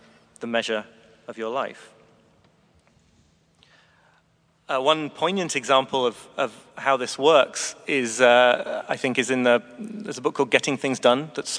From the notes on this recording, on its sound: Friday afternoon talk at our 2017 Conference in NYC. At St George's Episcopal Church.